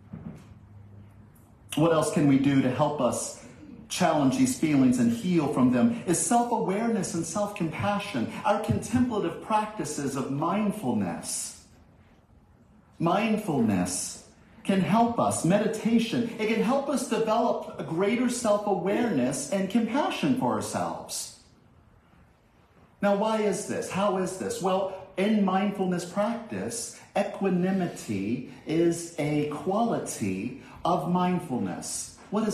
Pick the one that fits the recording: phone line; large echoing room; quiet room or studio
large echoing room